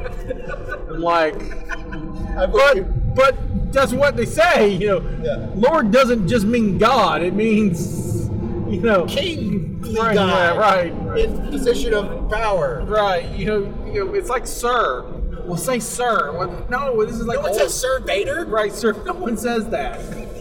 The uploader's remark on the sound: Warning this was recorded live in a car and there was a little trouble with the recorder so the quality isn't as normal.